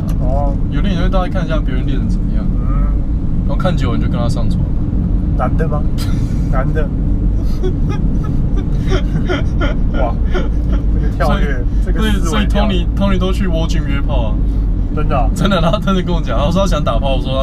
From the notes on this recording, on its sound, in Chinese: 開車、講幹話、去宜蘭。GoPro錄音，聲音頗爛，盡請見諒。